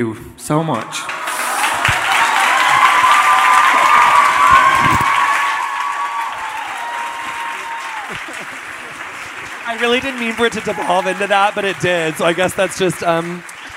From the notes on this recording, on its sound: Recorded live at Vulture Fest.